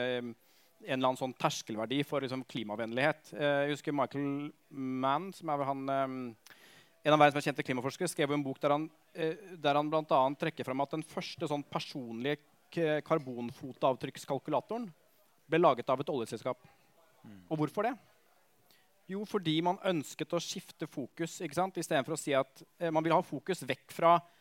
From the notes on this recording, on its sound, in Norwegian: Dette er andre episode i Tullete Alvor X YATA sin egen live-podcastserie!